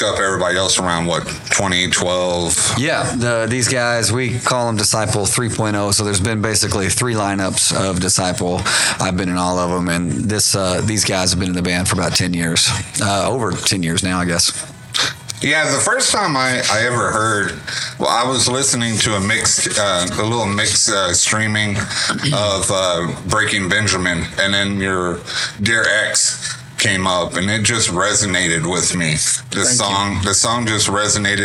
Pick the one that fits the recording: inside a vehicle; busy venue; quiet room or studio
busy venue